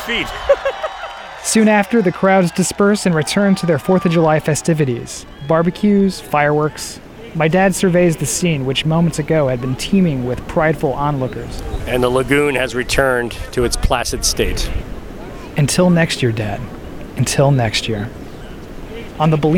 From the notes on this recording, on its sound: In this week's Audiograph we head to the mouth of the Bolinas Lagoon.